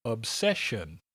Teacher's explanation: Obsession has a schwa sound, a short e, and then another schwa.